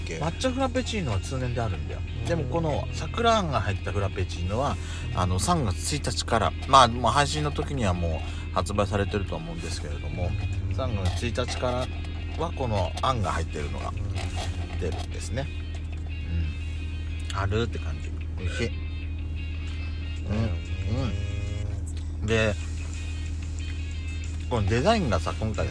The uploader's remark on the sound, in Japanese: パーキング収録